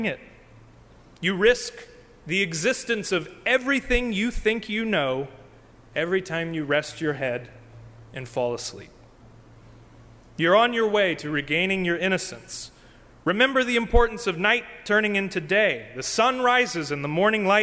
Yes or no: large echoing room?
yes